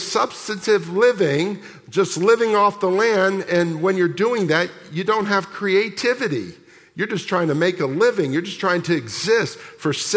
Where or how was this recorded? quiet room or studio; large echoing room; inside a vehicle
large echoing room